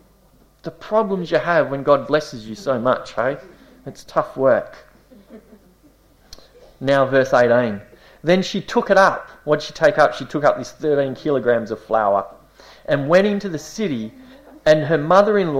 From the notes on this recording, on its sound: This series was delivered over a number of months in late 2018 at the Esperance Church of Christ.